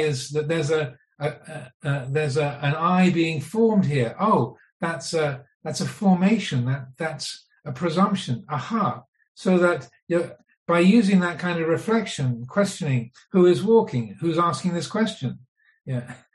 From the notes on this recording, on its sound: Via his zoom teaching on the Niramisa Sutta hosted by Mid America Buddhist Association. Thankful for the patience of the audience.